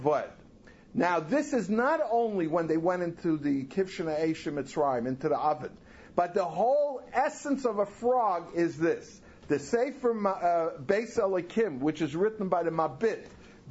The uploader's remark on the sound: Recorded live at OU World Headquarters NY, NY January 9, 2008.